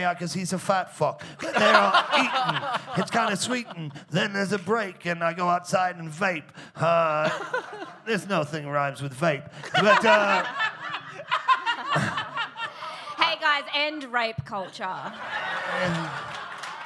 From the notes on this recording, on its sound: Recorded LIVE in Perth on October 30th at Rosie O'Grady's.